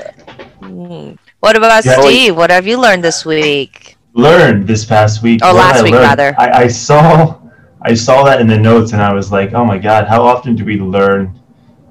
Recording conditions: video call